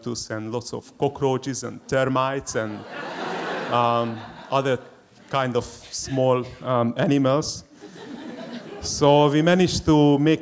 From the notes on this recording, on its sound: SPUN: True Stories Told in the Territory is a live storytelling event that showcases some of the extraordinary people and stories that make up the Northern Territory.